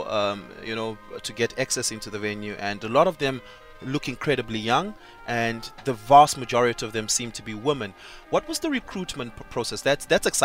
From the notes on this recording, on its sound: We are coming to you live from the Beitbridge border post